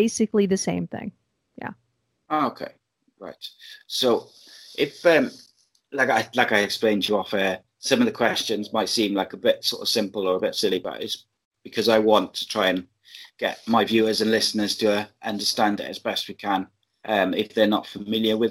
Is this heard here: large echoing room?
no